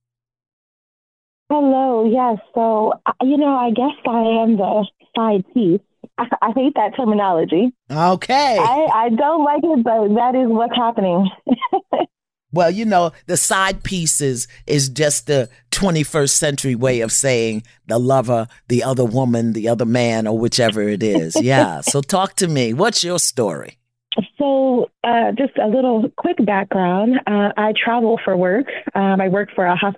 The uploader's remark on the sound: Talking to callers. Two women call.